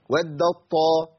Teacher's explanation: لو قلت ودت طاء انت سمعت مني تاء خالص؟ ابدا، التاء ذهبت بالكلية وأبدلت بطاء ممثلة للطاء اللي بعديها، فبقت طاء مشددة · Term: الادغام الكامل